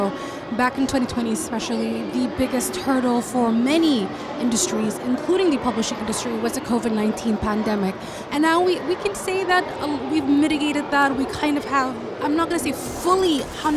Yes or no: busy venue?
yes